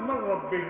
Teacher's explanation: نقول من ربي وما تزمش، والراء حرف تكرير ما كرروش